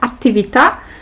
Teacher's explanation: i akcent mamy tutaj na samym końcu